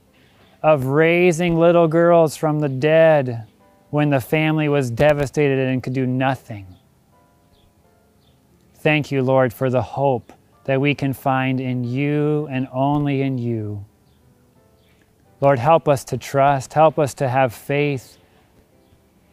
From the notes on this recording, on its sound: This sermon was recorded at Middle East University Church.